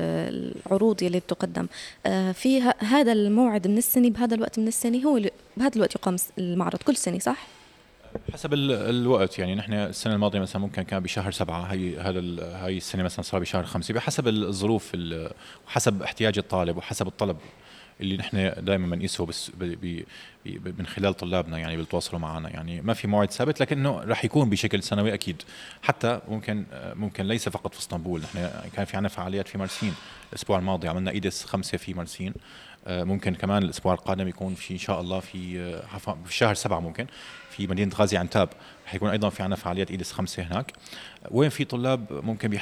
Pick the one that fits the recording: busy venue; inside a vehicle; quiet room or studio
busy venue